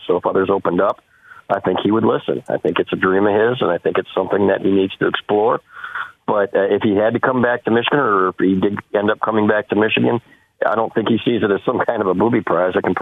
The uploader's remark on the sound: we took your calls throughout the show